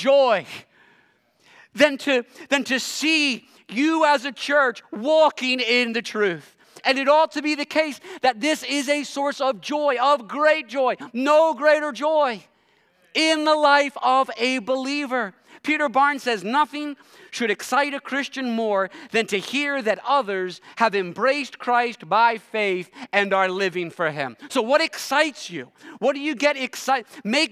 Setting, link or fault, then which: setting, large echoing room